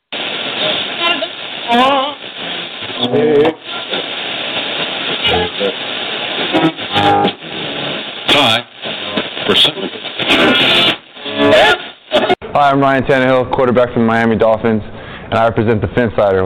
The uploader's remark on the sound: We'll also be taking live callers throughout the show and will be interacting with those on the Phinsider website.